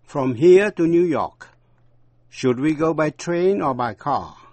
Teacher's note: thì cao giọng ở lựa chọn thứ nhất và hạ giọng ở lựa chọn thứ hai